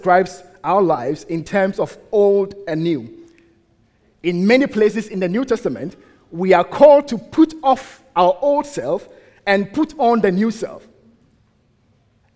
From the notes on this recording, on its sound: at the United Christian Church of Dubai